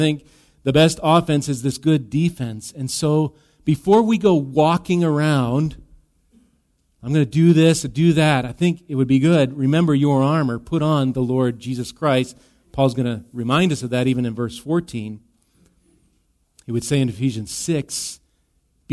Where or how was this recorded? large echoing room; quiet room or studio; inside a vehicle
large echoing room